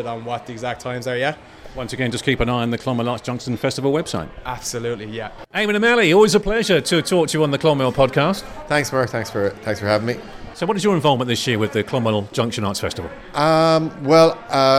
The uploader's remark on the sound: I went along to Mulcahy's Bar in town to the launch of this years Clonmel Junction Arts Festival to find out what's in store and talk to some of the people involved.